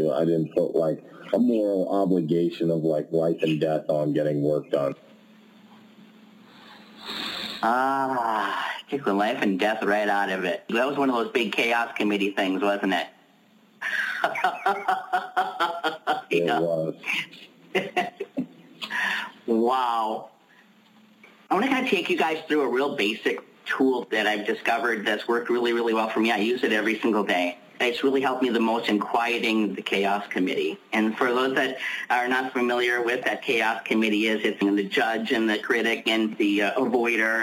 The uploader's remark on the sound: Pay Me What I'm Worth conference-call based classes. We record (then broadcast) our classes.